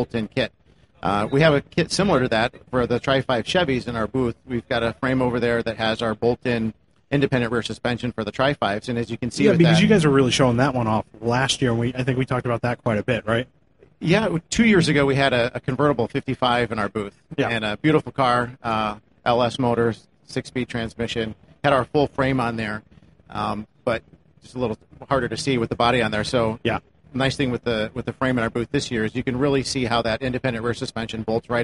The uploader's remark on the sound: Live again from the Magnaflow stage at SEMA 2018